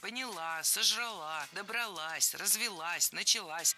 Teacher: В большинстве проблемных глаголов прошедшего времени женского рода ударение ставим на окончание.